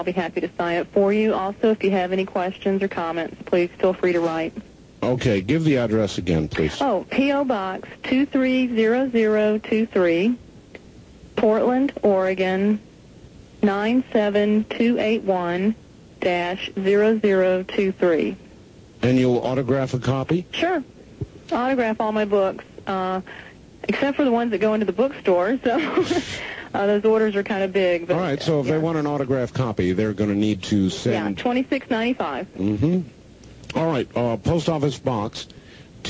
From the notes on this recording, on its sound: holds her tape recorder to the phone